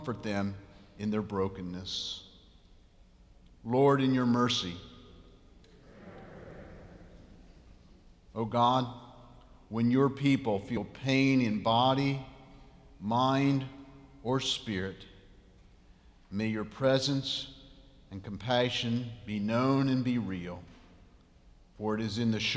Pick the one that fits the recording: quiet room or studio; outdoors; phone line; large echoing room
large echoing room